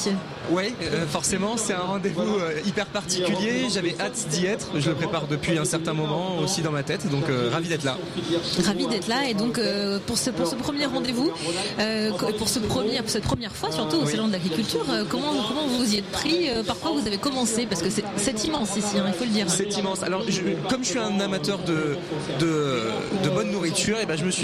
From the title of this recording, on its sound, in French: En direct du Salon International de l'Agriculture